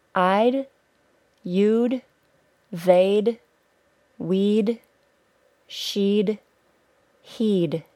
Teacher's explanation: The last set of contractions I'm going to talk about are the combinations with the word would. When making a contraction with the word would, the only part of the word that remains is the D sound, d. Most pronouns can be combined with the word would.